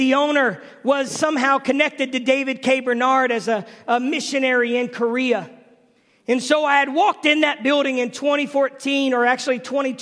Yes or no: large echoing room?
yes